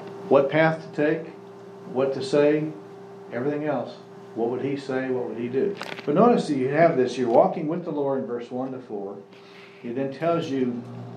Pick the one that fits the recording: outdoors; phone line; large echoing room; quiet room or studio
large echoing room